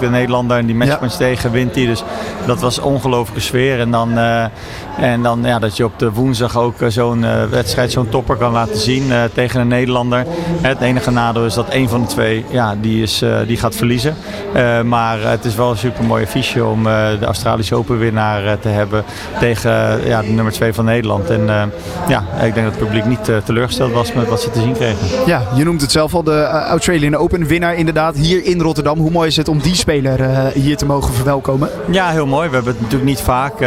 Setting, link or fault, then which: setting, busy venue